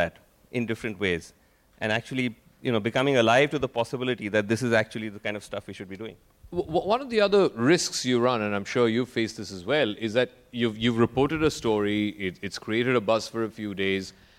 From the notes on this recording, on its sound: At the second edition of Media Rumble.